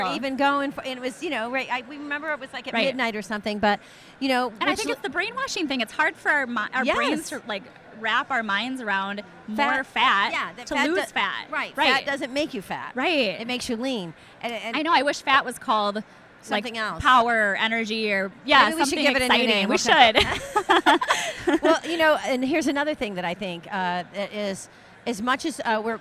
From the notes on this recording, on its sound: This first episode was recorded live at the 2018 Paleof(x) Conference in Austin, TX.